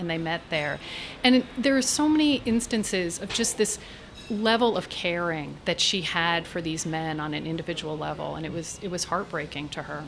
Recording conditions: outdoors